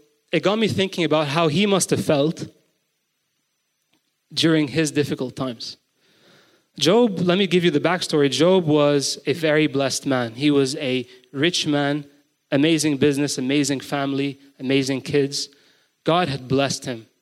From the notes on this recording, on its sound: GoChurch Beirut's BIG SUNDAY GATHERING (recorded live on March 12, 2023) in Beirut, Lebanon